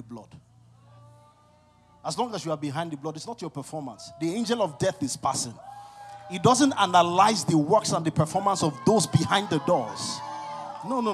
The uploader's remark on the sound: CONFERENCE 2023. ( MORNING SESSION, DAY 1 )